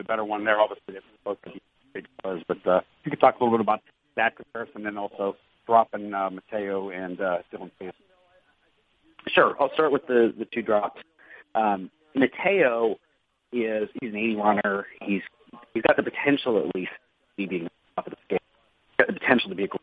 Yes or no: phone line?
yes